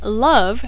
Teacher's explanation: the word love uses short U rather than long O or short O